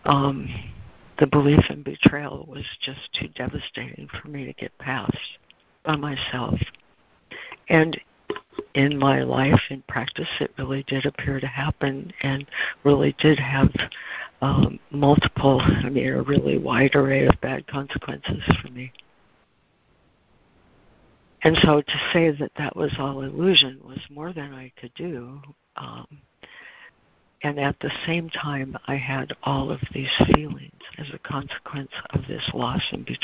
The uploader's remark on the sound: ACIM Daily Conference Call